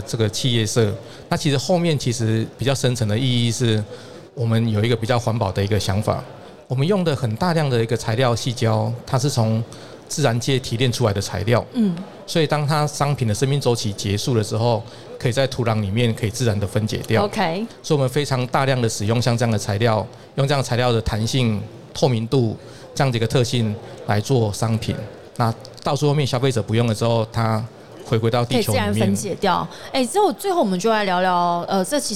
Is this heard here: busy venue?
yes